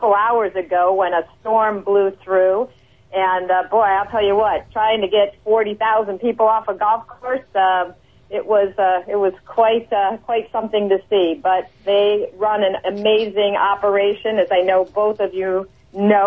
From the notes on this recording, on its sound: phones in from Augusta